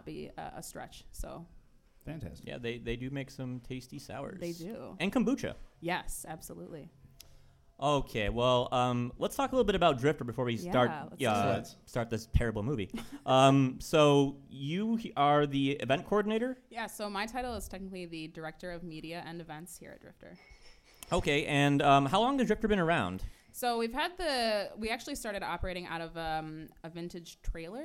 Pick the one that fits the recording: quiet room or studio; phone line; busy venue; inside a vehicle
busy venue